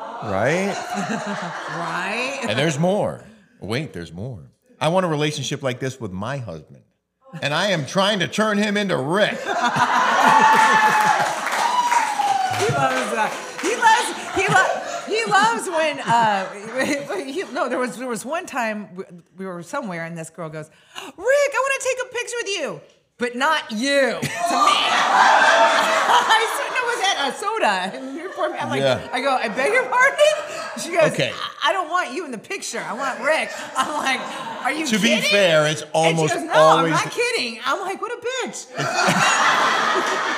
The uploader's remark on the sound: Taped in front of a LIVE AUDIENCE at TBD STUDIOS in Laguna Beach, California.